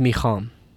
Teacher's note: it's very common for ha, for an H, to sort of be softened and almost disappear.